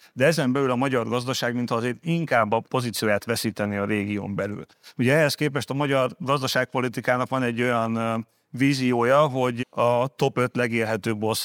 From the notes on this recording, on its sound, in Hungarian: A mai műsor rendhagyó, mivel azt a Portfolio Hitelezés 2023 konferencián rögzítettük.